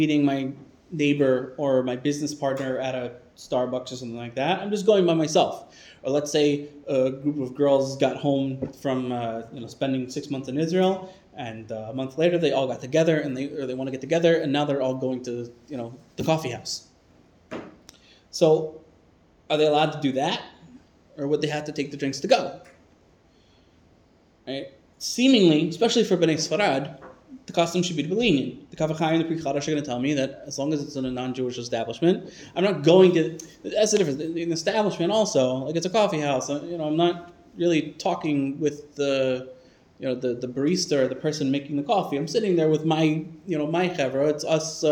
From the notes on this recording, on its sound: This shiur was delivered to the Sephardic Torah Center of the Main Line in Lower Merion, PA on 7/10/23.